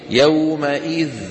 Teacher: ننظر على اللوحة، لا يدخل الروم على إذ إذا نونت، لأننا نكسر الذال بكسرة عارضة للتخلص من التقاء الساكنين ويوقف عليها بالسكون فقط